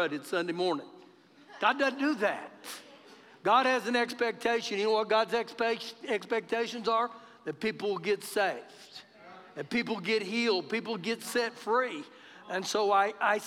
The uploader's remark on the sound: Recorded live during our Sunday morning service